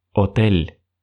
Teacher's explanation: Особенность этой буквы в том, что мы никогда ее не произносим. В каком бы месте слова она не находилась, эта буква никогда не произносится. Ни при каких условиях.